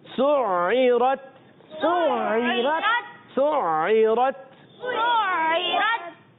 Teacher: سین کے ادائیگی سیٹی کے ساتھ، عین کو حلق کے درمیان والے حصے سے